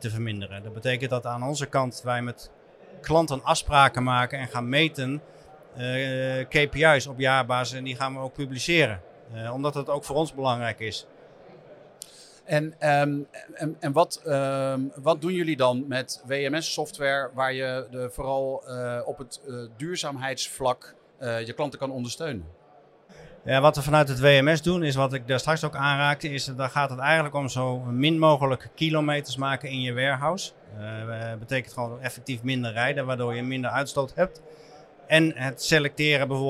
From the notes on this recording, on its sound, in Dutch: De aflevering is live opgenomen tijdens ICT&Logistiek in de Jaarbeurs in Utrecht